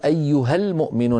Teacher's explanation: نصل أيها بكلمة المؤمنون فإن ألفها تسقط للتخلص من التقاء الساكنين